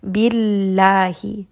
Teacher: The letter before is lam with a kasra. So anytime we have name of Allah and the letter before is a kasra, it is going to be a light lam.